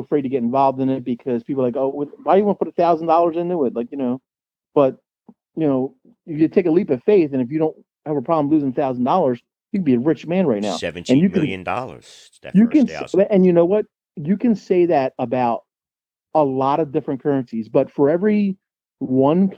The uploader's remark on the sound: A phone interview